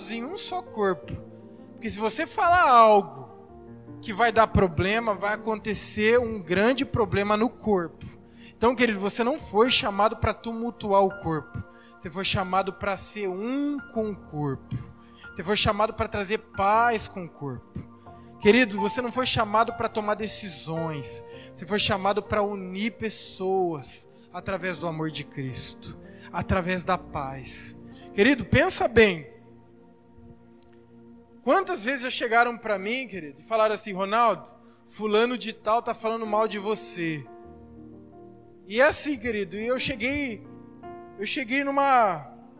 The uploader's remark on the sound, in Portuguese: Áudio da mensagem ministrada no Culto da Vitória. Na Igreja Cristo Salva Campinas.